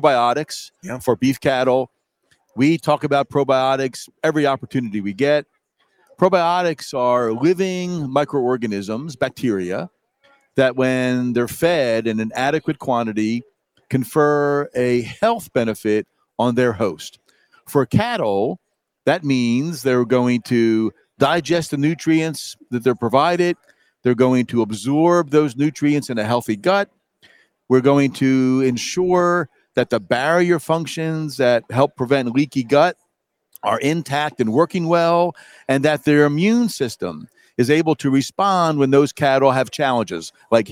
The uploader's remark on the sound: We are live from the Cattle Industry Convention and NCBA Trade Show in Orlando, FL.